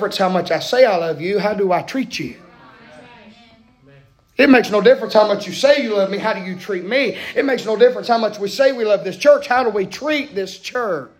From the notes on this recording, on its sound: Preaching live from Still Water Baptist Church.